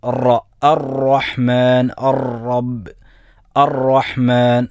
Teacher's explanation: അതുപോലെ റോയിൻ്റെ മാത്രം ഉള്ള സിഫത്താണ് തക്രീർ. റോ, പിടക്കുക, ആവർത്തിക്കുക.